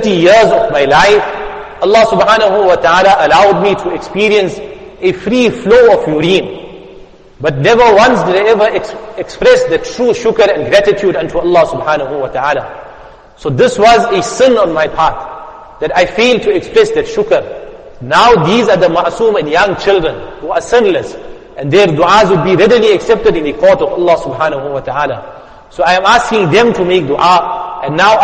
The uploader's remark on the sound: Jumuah Lecture at Masjid us Saliheen 06 Jan 2023